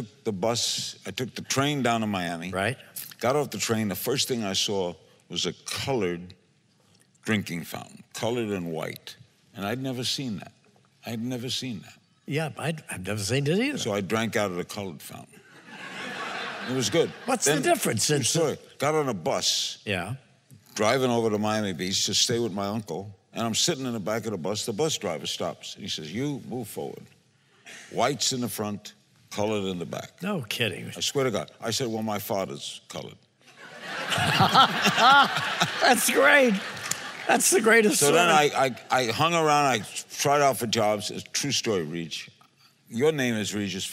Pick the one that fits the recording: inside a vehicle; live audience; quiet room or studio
live audience